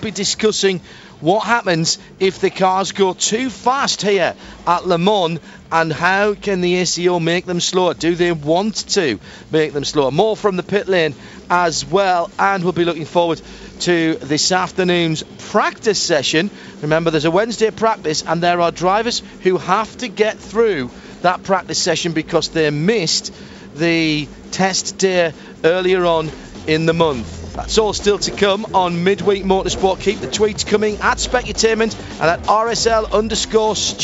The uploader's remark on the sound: Live from Le Mans.